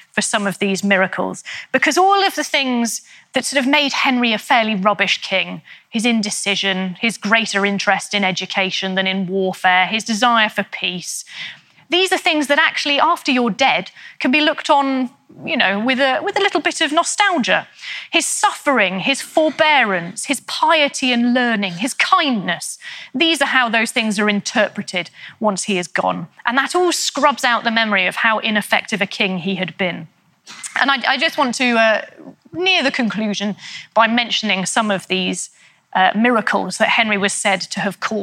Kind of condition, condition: setting, live audience